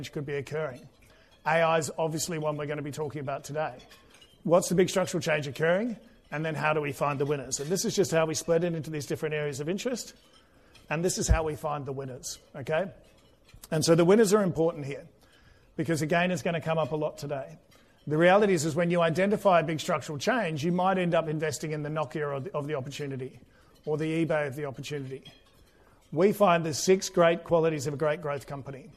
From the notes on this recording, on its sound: This episode was recorded in Melbourne on 16 August 2023, the final event in the Global Growth roadshow.